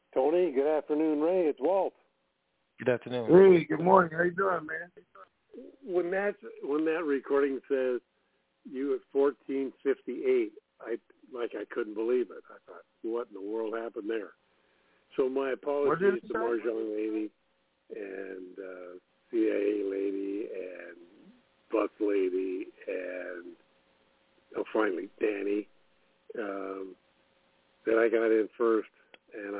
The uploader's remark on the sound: TNTSuperfantastic Conference Call